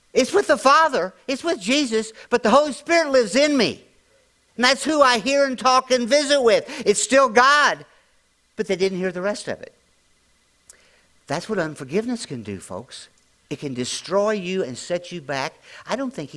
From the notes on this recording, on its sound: latest audio podcast from March 19, 2023 at Grace Church in Chester Illinois.